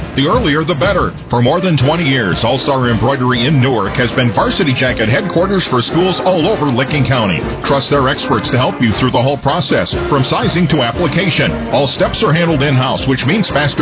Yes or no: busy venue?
yes